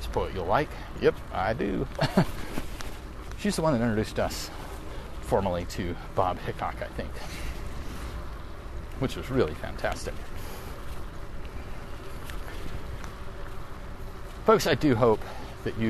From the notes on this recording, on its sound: Riding a bicycle in the rain.